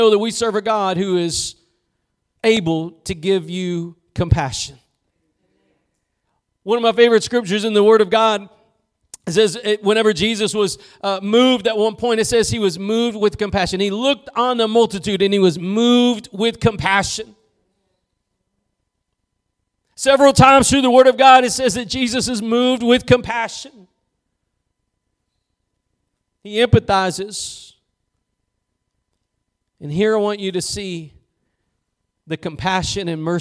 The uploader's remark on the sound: Preached at Gospel Lighthouse in Bossier City, La.